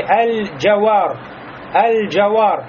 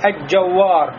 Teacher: Лям легко произносится, неохота лям внести в джим. · Shown in: first take · Term: лям аль-камария